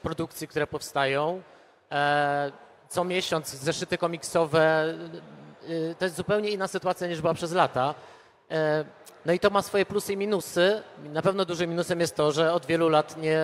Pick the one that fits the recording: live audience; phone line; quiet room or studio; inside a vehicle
live audience